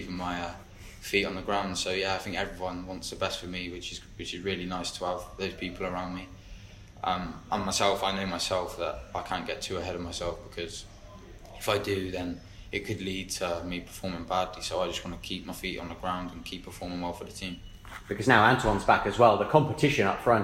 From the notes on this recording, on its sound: Press conference | Bristol City v Huddersfield Town.